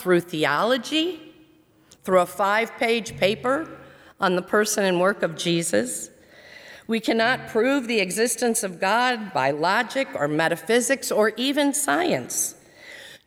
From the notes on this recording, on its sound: during the service on Sunday August 16, 2020, at First Presbyterian Church of Arlington Heights, Illinois